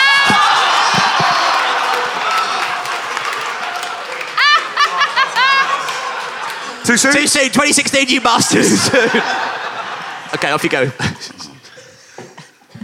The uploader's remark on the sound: recorded at the wonderful 2017 Machynlleth Comedy Festival